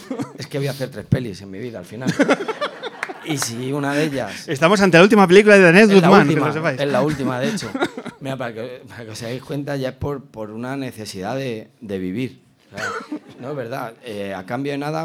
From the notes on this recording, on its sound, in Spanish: grabando sobre el escenario de la Sala Vesta de Madrid